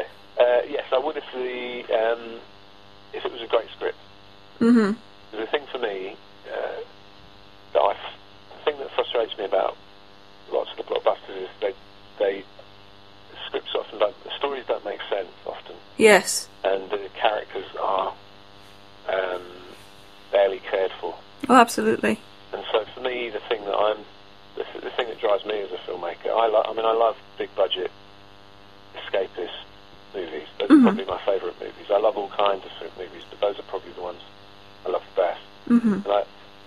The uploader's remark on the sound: phone conversation